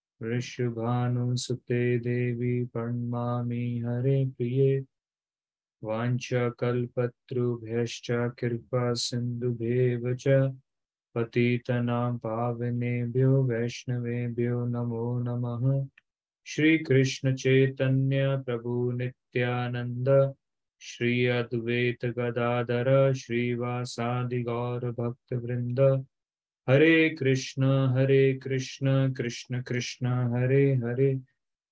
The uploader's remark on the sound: Zoom Online Session